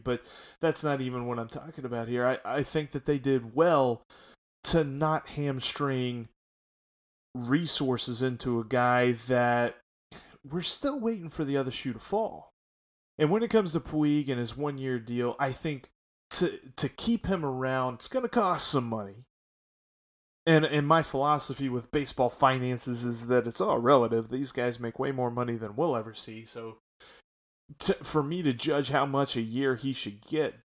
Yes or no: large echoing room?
no